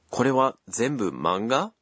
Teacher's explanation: since you've omitted ですか, which indicates a question, you have to be sure to say it with a rising intonation.